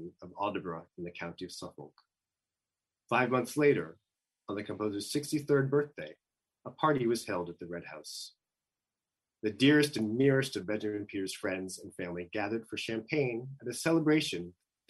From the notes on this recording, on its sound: This program was recorded via video conference on June 29th, 2021 by the Commonwealth Club of California.